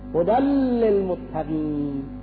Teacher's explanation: این هدل میگن باید به لام بخوره، چون تو هدن تنوین داره، هدن این تنوین عارضی داره و این تنوین میگن وقتی باید خورد که به لام مقابل حتما باید ادغام بشود. هدل للمتقین باید تنوین بخوره به لام